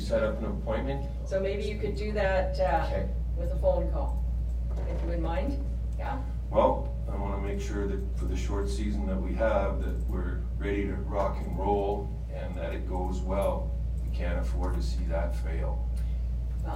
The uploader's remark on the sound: Regular Council Meeting for the Town of Peace River. The audio begins at the beginning of the meeting and ends as Council moves into closed session.